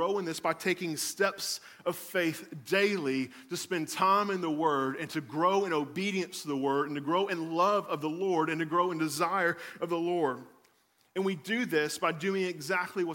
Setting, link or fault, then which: setting, large echoing room